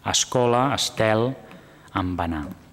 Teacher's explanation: També és perfectament admissible i recomanable l'obertura en A de la inicial travada per consonant especialment es i en.